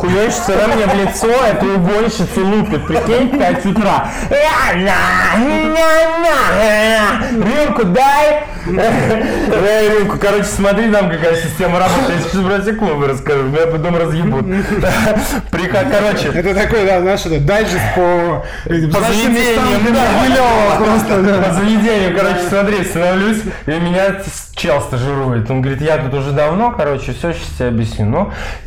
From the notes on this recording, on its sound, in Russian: Качество записи не идеальное, так как это рип с эфира в инстгараме, но вполне можно слушать. Эфиры проходят раз в неделю в аккаунте бара «Полторы Комнаты».